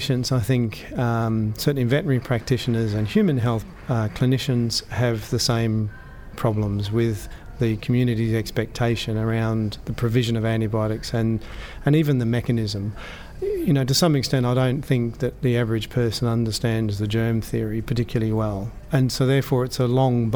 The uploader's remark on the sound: Recorded live at the 2019 National Antimicrobial Resistance Forum.